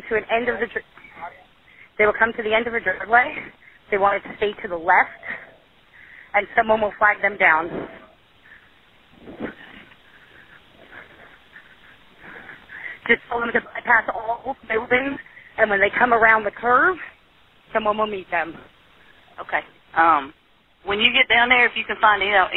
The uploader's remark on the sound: The recording of the initial 911 call to Caswell County emergency communications. This recording was edited to remove the caller's name and telephone number. Otherwise, this is the recording as it was provided to us by Caswell County management.